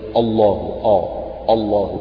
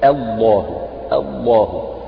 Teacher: همزة لفظ الجلالة بعدها حرف مفخم وهو لام لفظ الجلالة فأحيانا يطغى المفخم على المرقق · Shown in: second take · فالبعض يجي ينطق خطأ فيقول إيه الله آه الله فتطلع همزة · Term: همزة مرققة